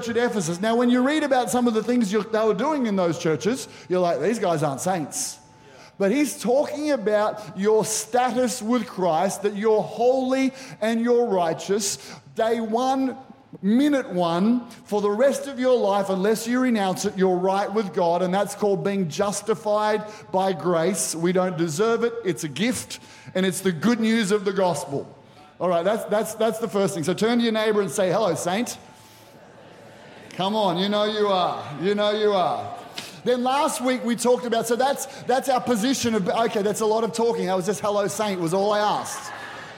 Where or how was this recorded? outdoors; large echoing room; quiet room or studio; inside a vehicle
large echoing room